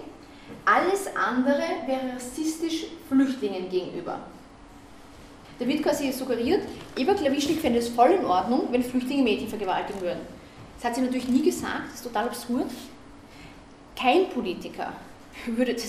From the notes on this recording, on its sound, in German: Auszüge aus dem Vortrag. Auf Einladung der Grünen Bildungswerkstatt OÖ in Attnang Puchheim hielt.